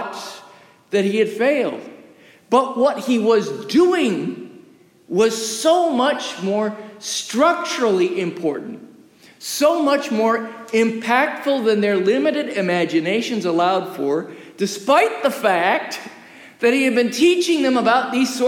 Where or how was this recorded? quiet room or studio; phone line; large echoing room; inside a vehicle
large echoing room